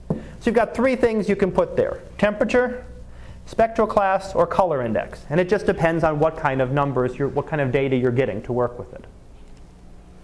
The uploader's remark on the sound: Live Class Lecture